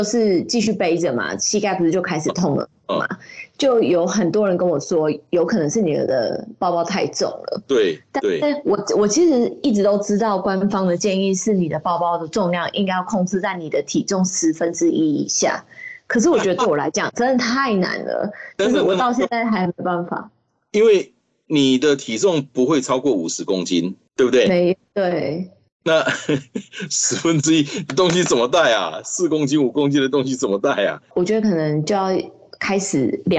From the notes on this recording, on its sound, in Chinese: 本集於住宿公共空間進行錄音，故會出現些許背景音，若影響收聽品質請見諒!